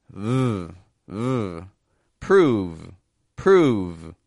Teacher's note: But when we say prove, prove, again, I'm stretching it out. I'm also voicing that V position.